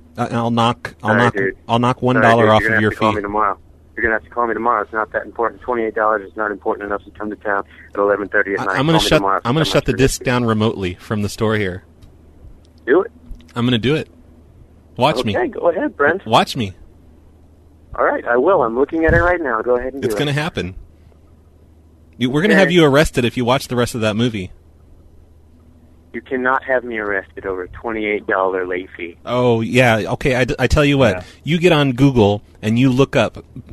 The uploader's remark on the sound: Prank Phone Calls